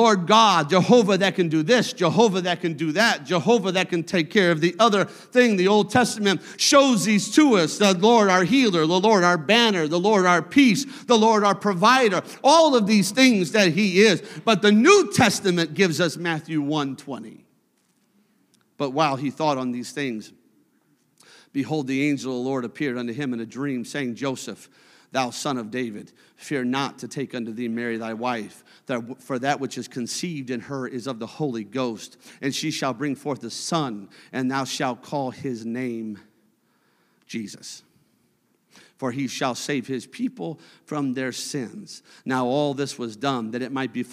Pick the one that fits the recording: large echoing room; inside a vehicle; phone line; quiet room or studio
large echoing room